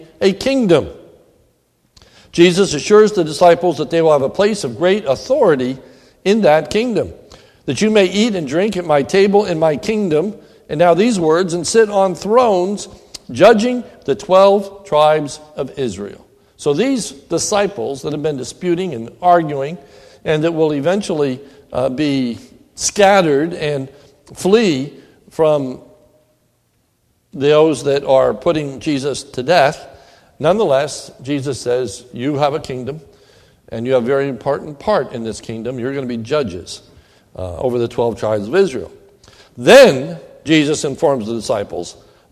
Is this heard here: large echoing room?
yes